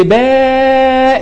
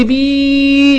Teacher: هنطق الفتح مرتين يديني الف مد، هنطق الضم مرتين يديني واو مد، هنطق الكسر مرتين يديني ياء مد · Term: الحركة الممدودة